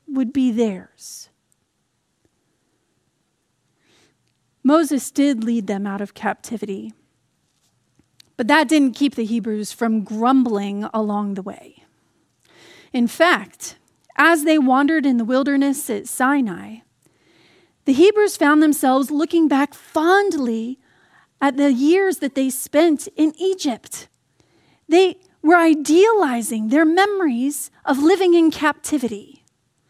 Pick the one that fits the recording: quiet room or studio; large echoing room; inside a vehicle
large echoing room